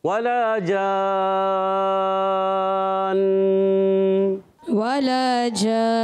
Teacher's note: یہاں پر غنہ بھی کریں گے نون مشدد ہے نا اچھا غنہ کریں گے مگر نون کی کوئی حرکت ظاہر نہیں کریں گے